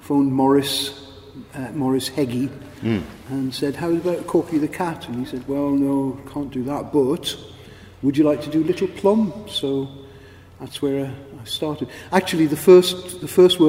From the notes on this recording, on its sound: in an interview recorded at Caption comics festival, Coventry